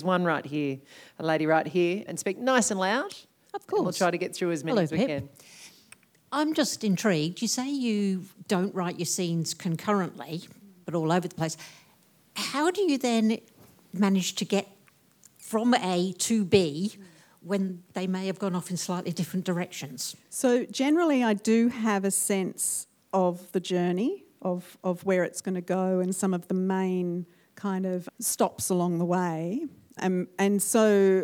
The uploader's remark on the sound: Recorded at the Marion Cultural Centre. In front of a full house.